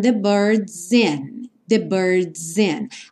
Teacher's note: o S acaba soando um pouco como Z por conta da ligação com o in